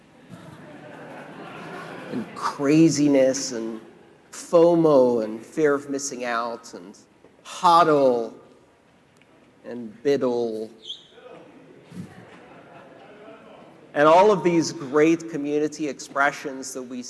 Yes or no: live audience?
yes